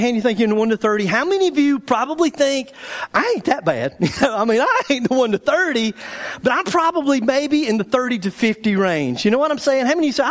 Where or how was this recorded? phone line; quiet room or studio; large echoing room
large echoing room